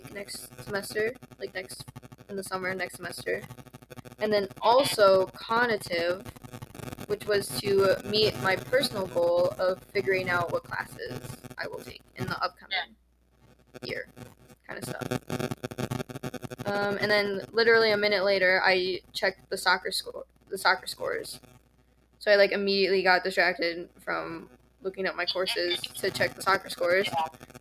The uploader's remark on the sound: The audio is really annoying on this one.